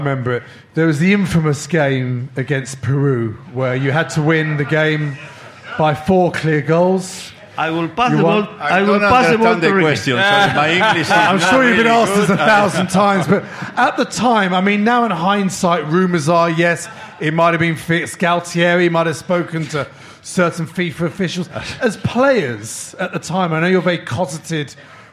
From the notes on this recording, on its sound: the live show with just 300 very close friends